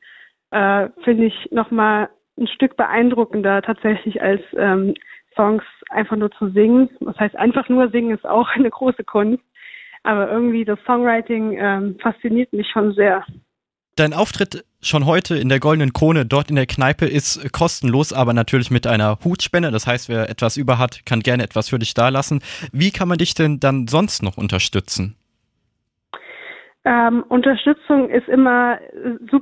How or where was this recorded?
phone line